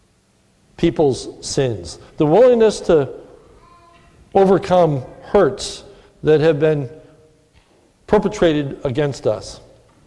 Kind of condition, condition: setting, large echoing room